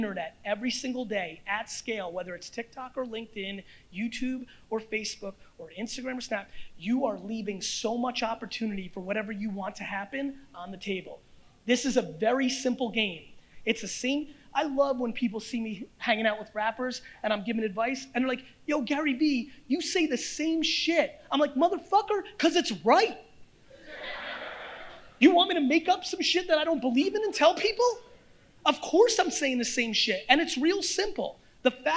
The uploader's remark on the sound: This episode is from a keynote I gave at the 2019 A3C Festival in Atlanta, Georgia.